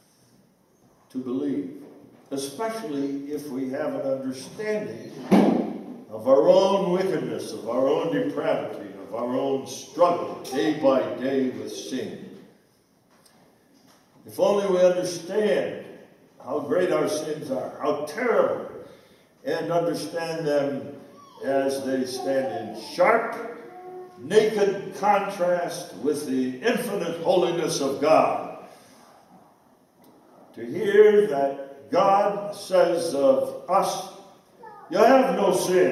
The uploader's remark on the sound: This speech was given at the 2014 British Reformed Fellowship Conference, hosted in Scotland.